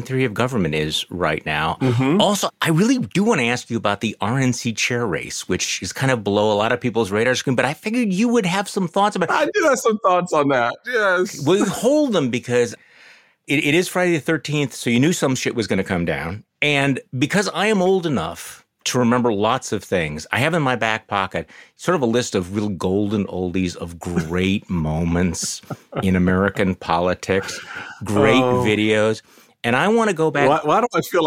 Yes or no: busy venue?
no